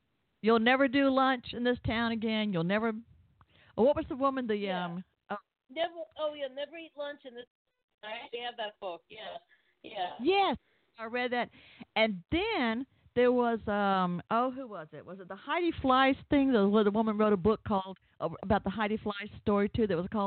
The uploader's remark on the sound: called in tonight